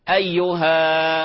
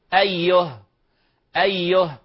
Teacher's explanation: تعليمي، فتقول له إذا وقفت عليها فهذه مرسومة هاء وعليها فتحة، الهاء وعليها فتحة تقف عليها بالسكون المحض · Shown in: second take